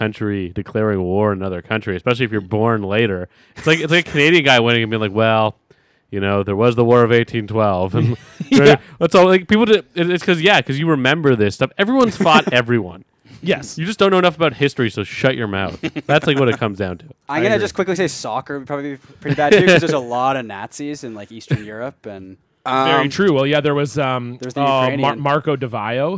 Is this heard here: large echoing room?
no